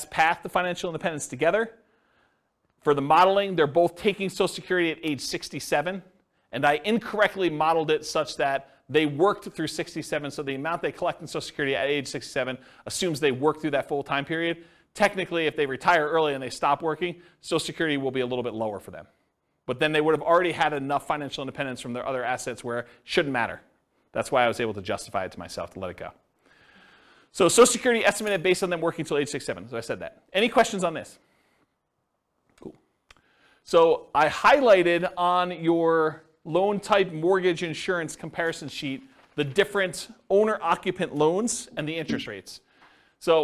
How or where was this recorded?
live audience